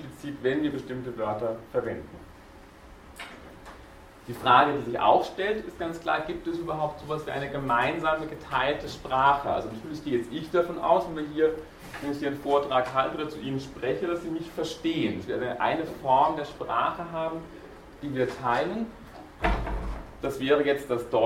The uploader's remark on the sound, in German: Diese Vorlesung wurde von Studierenden aufgenommen